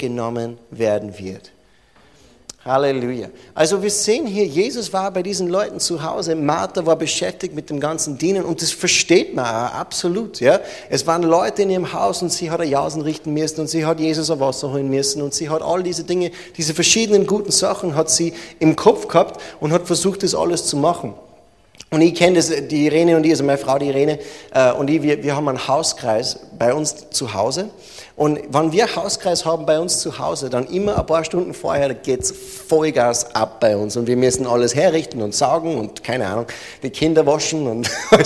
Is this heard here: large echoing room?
yes